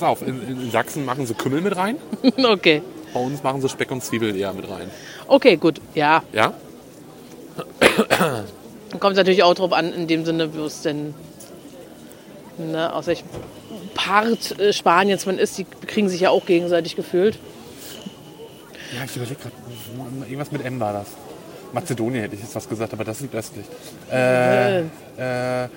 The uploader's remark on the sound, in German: Live auf dem Weihnachtsmarkt in Rostock